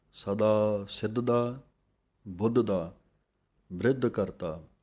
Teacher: ਸਿੱਧ ਦਾ ਪੜ੍ਹ ਕੇ ਥੋੜ੍ਹਾ ਜਿਹਾ ਰੁਕ ਕੇ ਫਿਰ ਬੋਲਣਾ ਹੈ, ਬੁੱਧ ਦਾ ਇੱਥੇ ਰੁਕ ਕੇ ਬਿਰਧ ਕਰਤਾ ਵੱਖਰਾ ਪੜ੍ਹਨਾ ਹੈ। · Term: ਵਿਸਰਾਮ